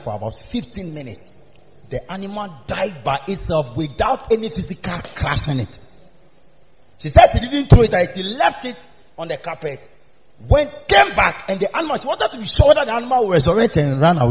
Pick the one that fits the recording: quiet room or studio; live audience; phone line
live audience